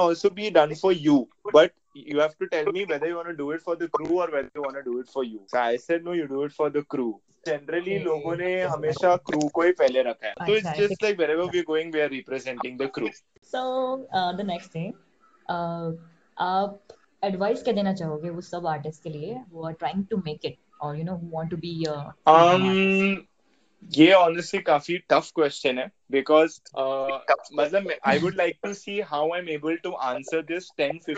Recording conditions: drop-outs